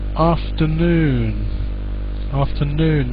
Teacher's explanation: The stress is on the noon. Yeah? And the first vowel sound is ah, not ah.